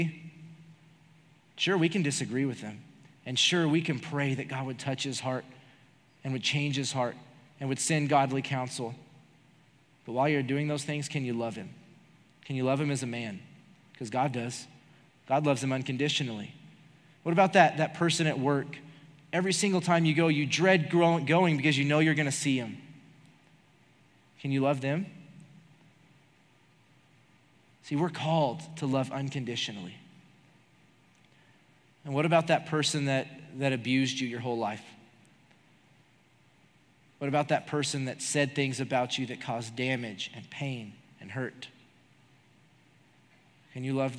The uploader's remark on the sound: Recorded live during our Wednesday night service